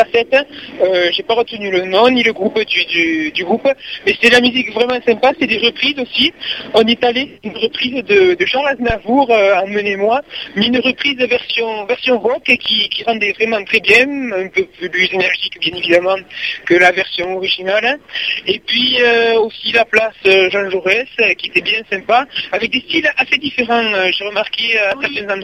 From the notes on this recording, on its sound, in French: Vous retrouvent une seconde fois par téléphone en direct de Castres pour la Fête de la Musique !